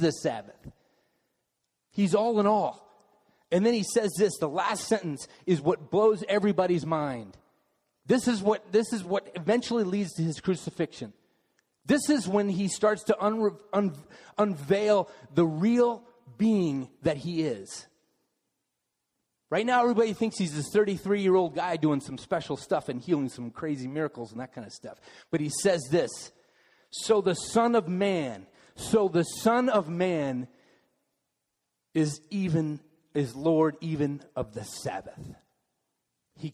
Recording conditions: large echoing room